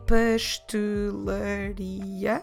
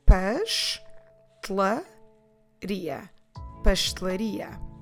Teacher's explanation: Notice again how I am dropping the letter E · Shown in: second take